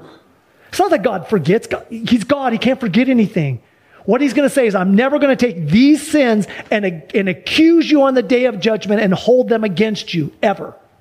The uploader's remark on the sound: Sunday church service livestream